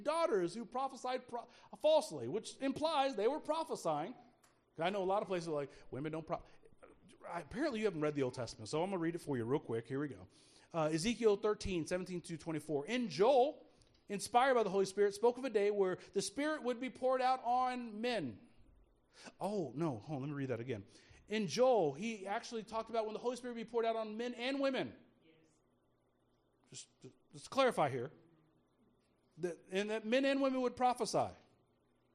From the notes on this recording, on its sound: speaking at Soma Community Church in Jefferson City, MO on Sunday Morning 18 February 2024